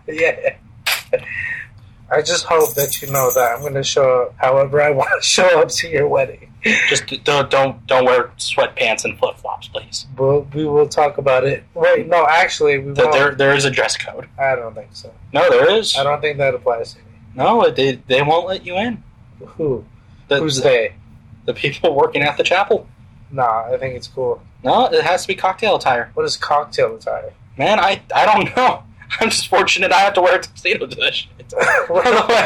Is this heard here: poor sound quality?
yes